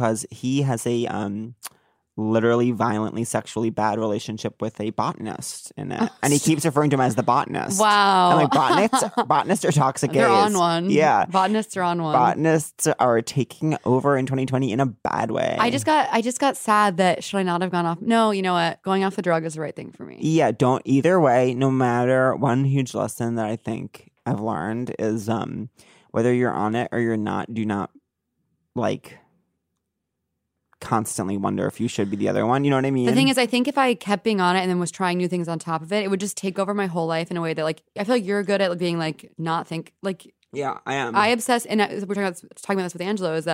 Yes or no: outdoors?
no